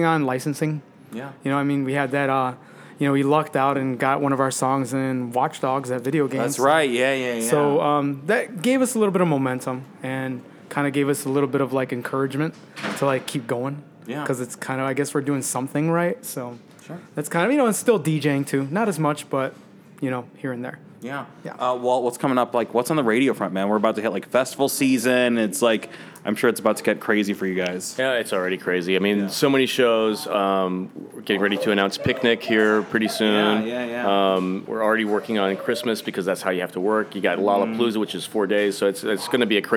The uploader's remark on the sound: In an interview recorded backstage at Metro